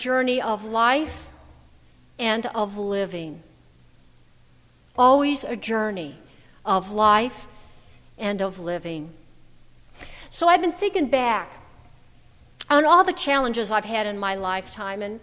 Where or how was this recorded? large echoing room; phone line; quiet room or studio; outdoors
large echoing room